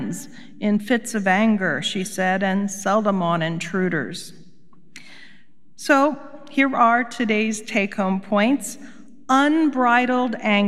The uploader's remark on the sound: Recorded live at Beatitudes Church in Phoenix, AZ.